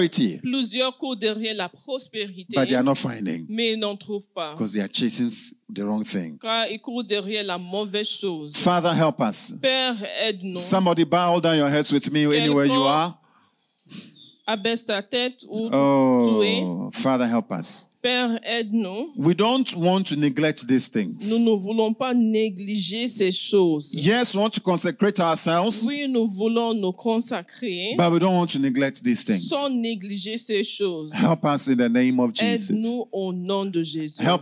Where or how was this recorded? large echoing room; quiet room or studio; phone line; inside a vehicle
large echoing room